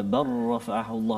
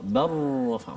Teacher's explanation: Bar lam tak ada bunyi langsung.